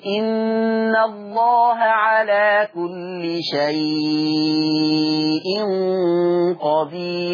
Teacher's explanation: يمد اربع حركات بنسميهم التوسط، يا اما بمقدار الاشباع ست حركات. زي ان الله على كل شيء قدير، هذا اربعة. · Term: مد اللين المهموز